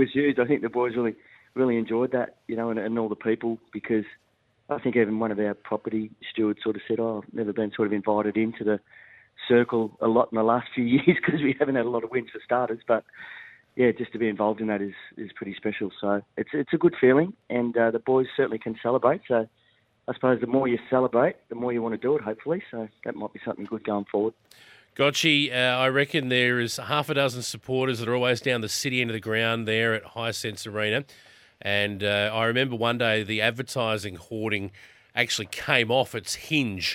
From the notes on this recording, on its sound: called